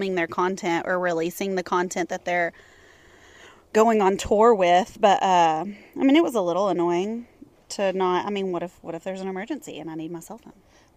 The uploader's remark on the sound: record on the patio